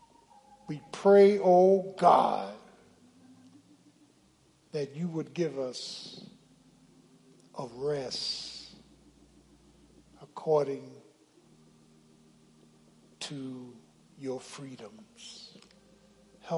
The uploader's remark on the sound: Sunday Morning Service 8.6.23 - Audio